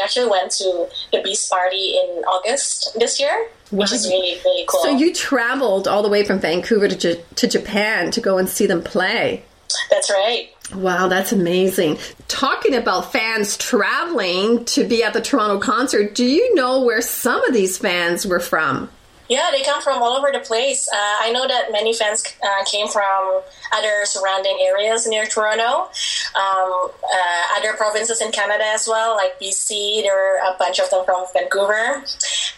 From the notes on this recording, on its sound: via Skype from Vancouver